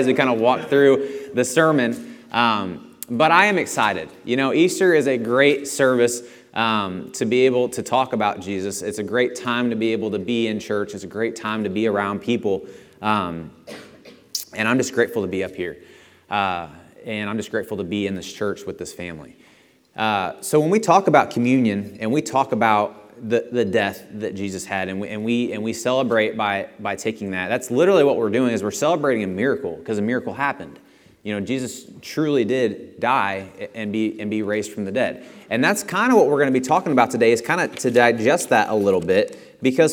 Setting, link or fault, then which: setting, large echoing room